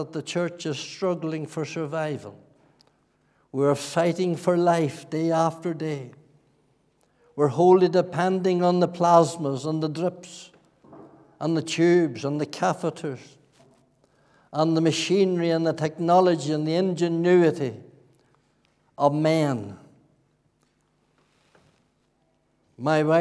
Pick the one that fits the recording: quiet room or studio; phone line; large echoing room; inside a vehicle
large echoing room